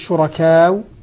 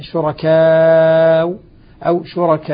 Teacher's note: السر في هذا أن السكون عارض، فسكونها لأنها سكونها عارض سكنها سكونا عارضا أخذت حكم العارض للسكون بحركتين أو أربع أو ست حركات